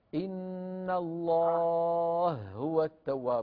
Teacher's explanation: مد عارض يطول واحد واثنين وثلاثة، حركتين أو أربعة أو ستة. إن الله هو التواب مثلا، انتبه، حركتين أو أربعا أو ستا، هذا مد عارض للسكون، عارض للسكون، سكونه عارض، أصلها إن الله، لكن سكنت الهاء عروضا وأدغمت الهاء في الهاء، فنشأ عندنا مد عارض للسكون.